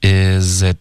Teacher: 可以说。对，所以他这一句话也是我们今天的第一个连读。是的。嗯，然后 is it 这两个字的开头，句子开头还是挺常见的，所以大家注意，它会连读 isit。OK，这个 z 和 it 连读，it 的 t 也得省略，导致一个干脆的停顿。Isit？从这个 it 的停顿呢，后面再来 really。大家注意，real 结尾呢不要嘟嘴，OK，要舌尖顶上颚，really，舌头顶上去后呢，再接着发 li，非常连贯，别发 really，特别一字一顿。头重脚轻的要连贯一致 really 也要注意不要动嘴的、动嘴唇发成 really real woo 的这个音呜就不对了是舌尖 really is it really so